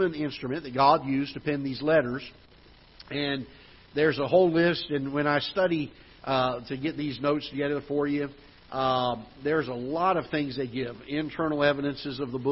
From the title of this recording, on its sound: Ketha Heights Baptist Church ~ Live Broadcast